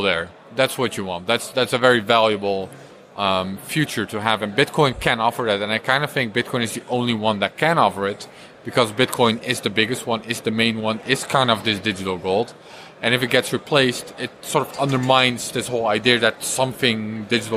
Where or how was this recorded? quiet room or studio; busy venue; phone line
busy venue